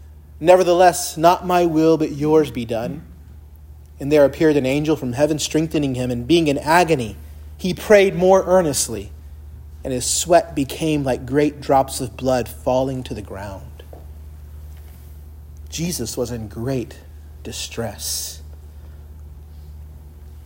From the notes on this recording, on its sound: Preached at Christ Our Savior Baptist Church on Sunday, November 5, 2023.